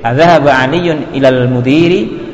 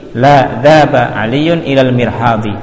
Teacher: kalau apa kalimat pertanyaan dinaikkan intonasinya, kemudian ketika jawaban baru turun titik.